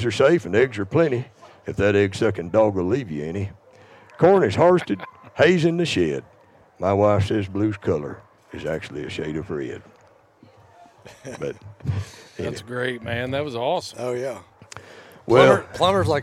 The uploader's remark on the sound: Recorded LIVE from Uncle Earl’s Hog Dog Trials. Travels to the Pelican State, The Bayou Country, The Creole State, Sportsman’s Paradise, the one and only State of Louisiana to record this episode with two bona fide dog men.